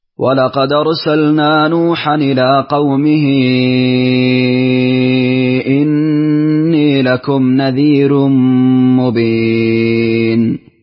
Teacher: رققت الراء في قوله نذير